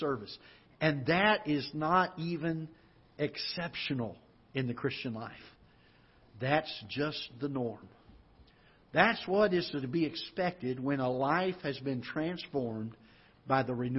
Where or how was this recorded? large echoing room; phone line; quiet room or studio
large echoing room